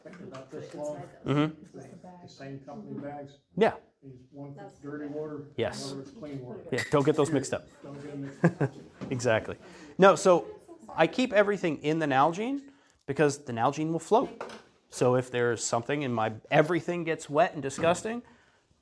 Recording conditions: large echoing room